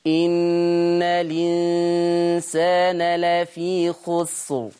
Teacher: خلي بالك هي أصلها الإنسان، الإنسان، صح ولا لا؟ لم سكنة، عملنا إيه في الهمزة؟ شيلها، خد الحركة بتاعتها الكسر، انقلها على اللام · Term: النقل